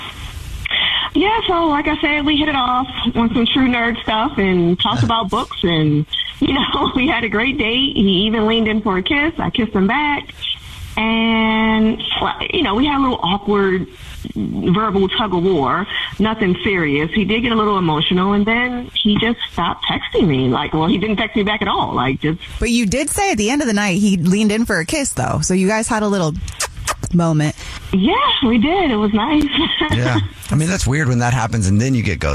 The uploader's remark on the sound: We get that other person on the phone